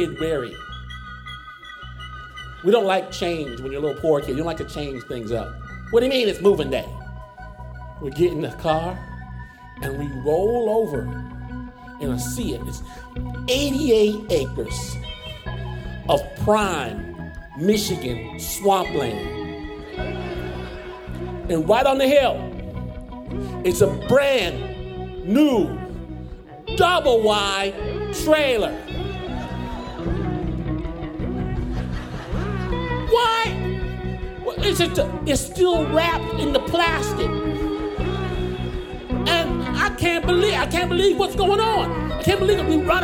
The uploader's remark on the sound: Performed live in Portland at Revolution Hall.